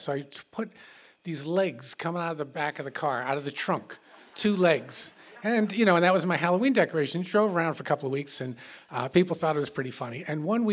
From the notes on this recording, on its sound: Recorded in front on a live audience on August 31st, 2016 at Payomet Center for the Performing Arts in Truro, Cape Cod.